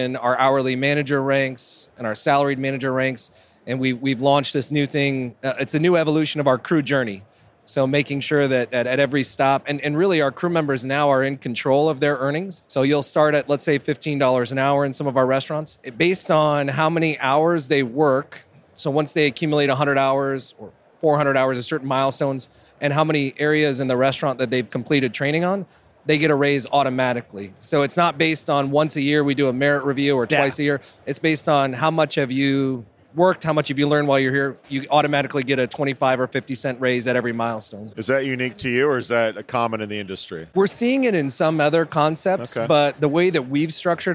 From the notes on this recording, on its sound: Live from UNLEASH America at the Workhuman booth